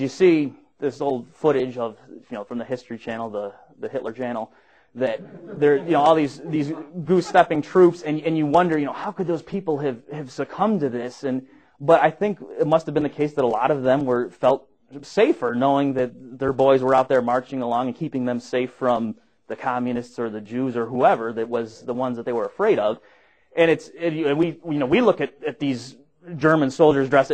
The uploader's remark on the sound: Recorded at the Mises Institute